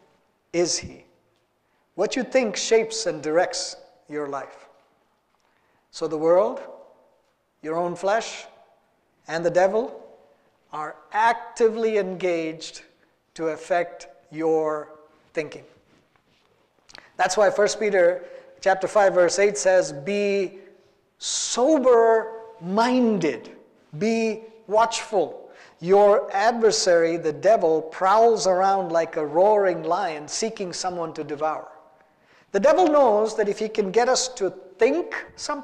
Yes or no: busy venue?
no